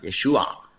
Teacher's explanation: das A ist im Hebräischen nur ein flüchtiger Laut, Vokal, der so eingeschoben wird vor dem Ein